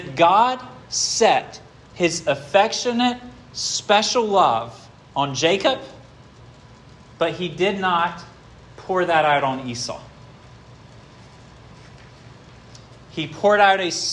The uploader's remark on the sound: This sermon was preached at Hope Fellowship